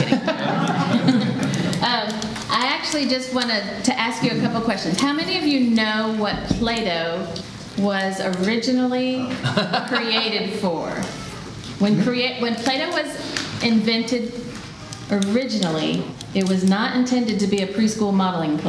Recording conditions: live audience